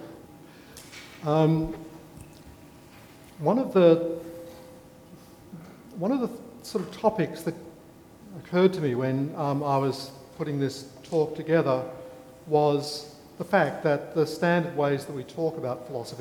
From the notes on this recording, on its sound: A Sydney Ideas event on 25 March 2014